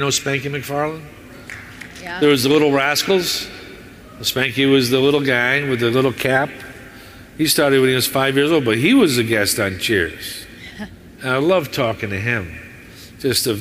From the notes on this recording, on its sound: Hear his live panel from Chicago.